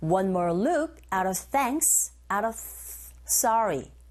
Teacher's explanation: 자, 여기서는 전치사 of 뒤에 모두 다 자음이 나왔어요. 이런 경우 of의 f 소리는 v 발음이죠. 얘가 생략됩니다. 그리고 앞에 나온 out 여기에 t 사운드가 각각의 그 강모음과 양모음 사이에 자리 잡고 있죠.